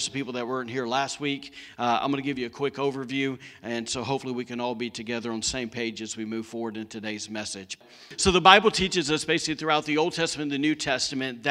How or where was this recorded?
large echoing room